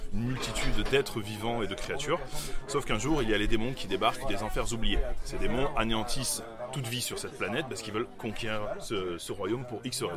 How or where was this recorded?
busy venue